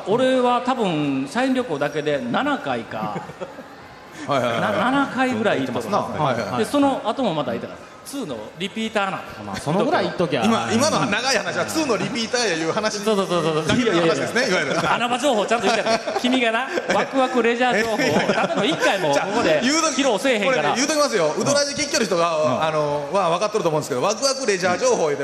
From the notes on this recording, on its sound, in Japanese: 初公開録音！ in サンポート高松